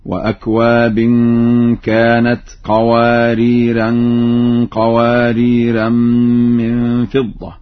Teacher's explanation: قرأ ورش اللفظين معا بالتنوين هكذا: وأكواب كانت قواريرا، قواريرا من فضة.